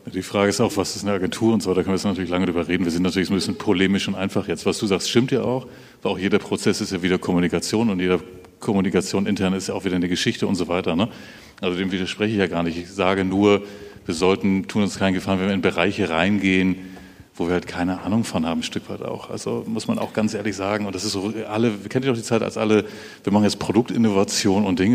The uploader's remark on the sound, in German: Live vom BAM! Bock auf Morgen Festival 23